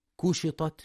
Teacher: ينتبه لترقيق الكاف فلا يقرأ كشطت بالقاف